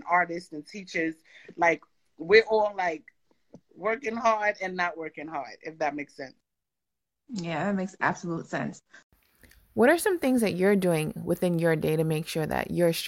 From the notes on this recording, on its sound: On an IG Live